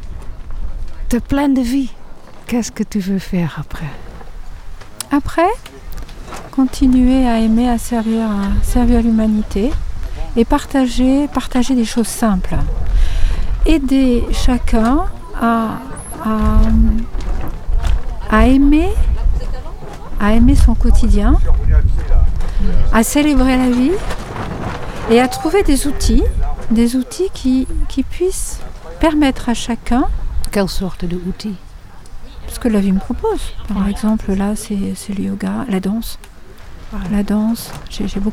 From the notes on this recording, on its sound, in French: En Direct Du Bhakti Om Festival.